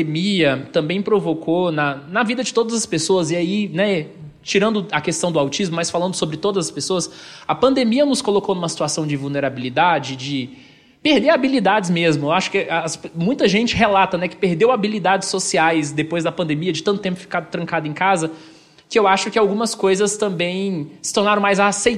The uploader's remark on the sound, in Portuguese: Gravado ao vivo no Encontro de Autistas Adultos de Goiânia, evento de despedida do Introvertendo.